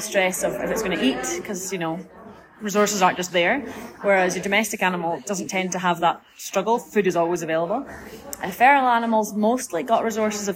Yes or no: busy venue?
yes